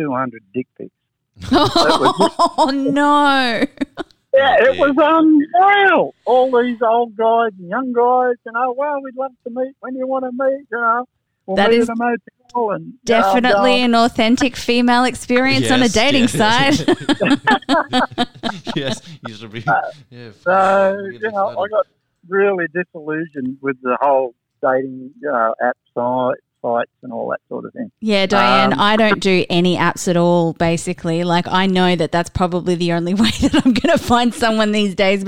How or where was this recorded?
phone line